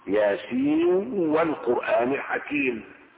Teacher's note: بالوصل والإدغام على أصل اللغة العربية، حيث أن النون والواو حرفان يدغمان في بعضهم